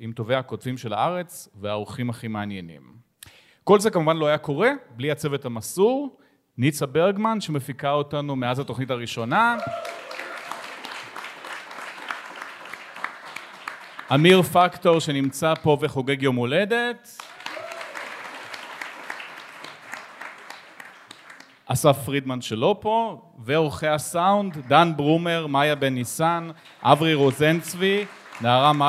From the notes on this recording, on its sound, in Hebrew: לרגל המאורע המשמח הקלטנו ביום שלישי פרק מיוחד מול קהל.